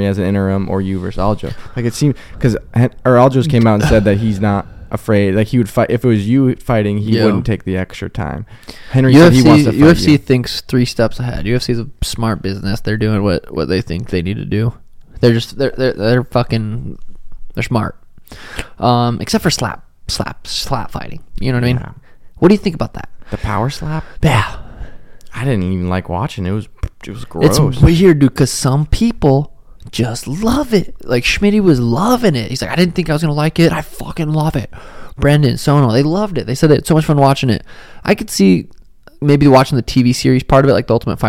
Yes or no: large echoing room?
no